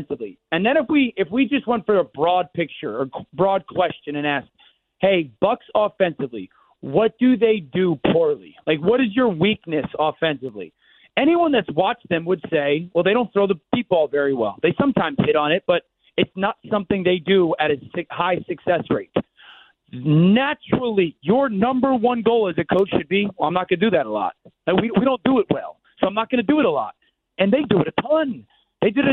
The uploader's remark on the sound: we open the phones